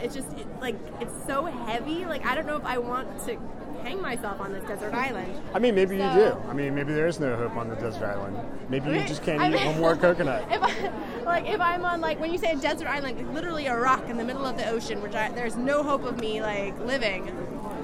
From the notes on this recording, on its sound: asks authors and attendees at the 2015 Books by the Banks festival